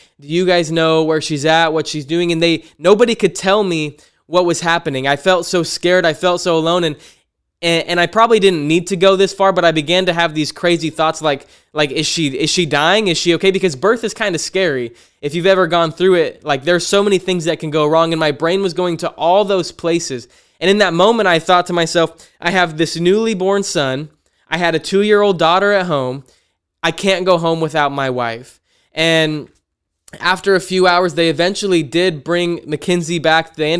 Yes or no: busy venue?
no